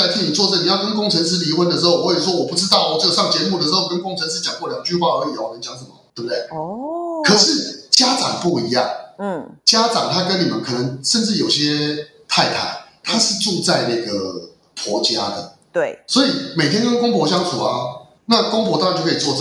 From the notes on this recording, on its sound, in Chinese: 請放下對音質的罣礙，帶著喜樂的心聽完它吧（合掌）。